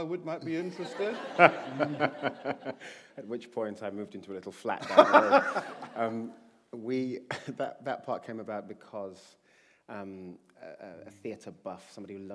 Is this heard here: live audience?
yes